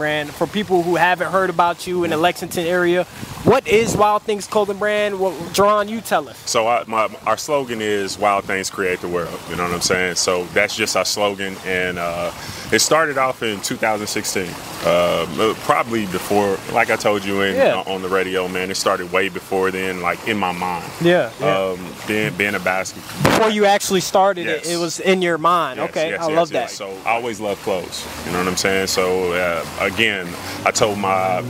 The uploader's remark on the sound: Recorded at the vibrant Summit in Lexington, Kentucky